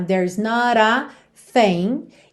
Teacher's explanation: Aqui ele só usa rarara entre not e a.